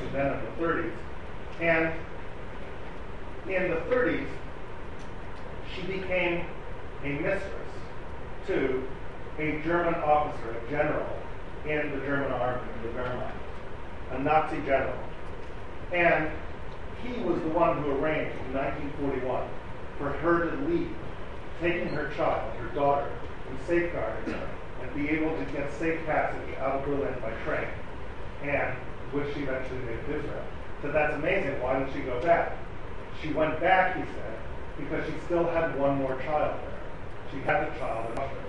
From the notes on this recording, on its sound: Delivered at the Seforim Sale at YU.